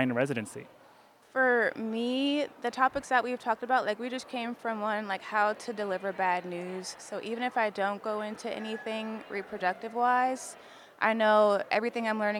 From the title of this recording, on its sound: Live from ASRM 2023